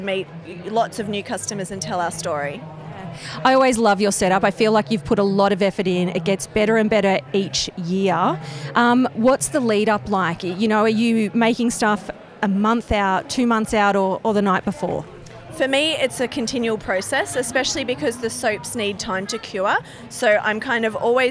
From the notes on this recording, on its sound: Live at 2023 Henty Field Days. A live roving interview from the 2023 Henty Field Days. I get out amongst the 3500 businesses across 1200 sites and 14km of shopfront on 105ha - the biggest exhibition space in the country. At times you will hear the sounds of our surroundings whether it's some of the 60,000 people in attendance, nature, machinery or a PA system.